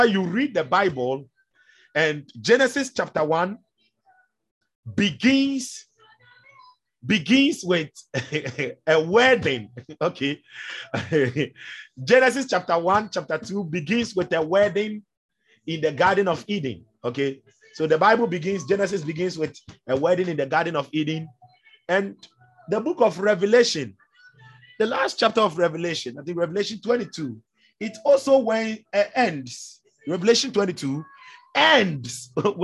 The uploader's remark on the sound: ZOOM SESSION